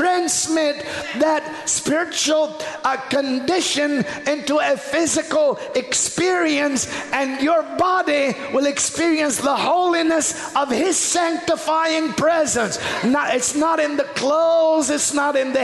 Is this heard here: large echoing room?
yes